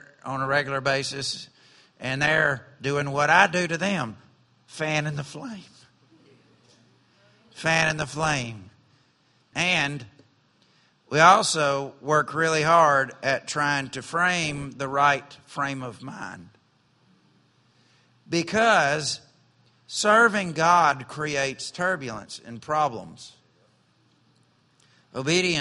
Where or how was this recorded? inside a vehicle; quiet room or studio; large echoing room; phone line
large echoing room